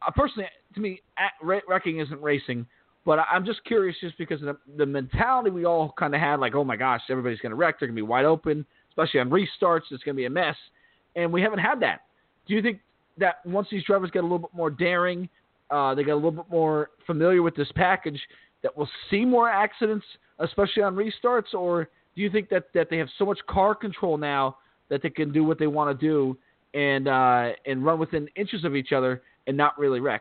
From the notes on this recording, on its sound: We'll also take your phone calls.